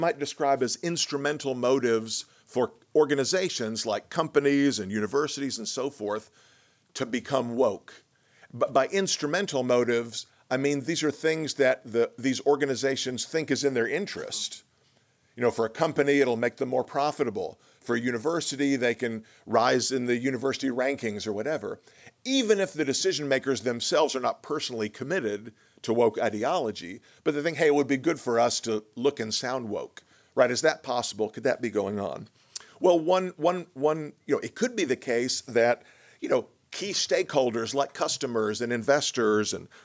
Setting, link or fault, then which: setting, large echoing room